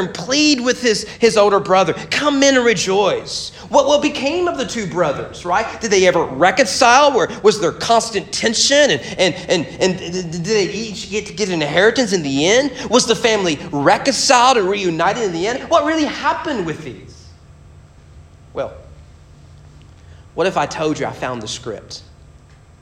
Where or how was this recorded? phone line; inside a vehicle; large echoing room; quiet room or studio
large echoing room